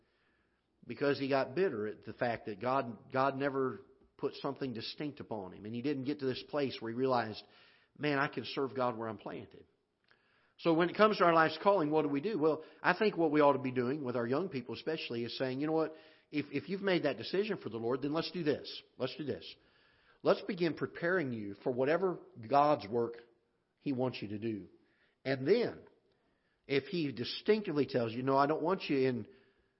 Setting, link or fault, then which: setting, large echoing room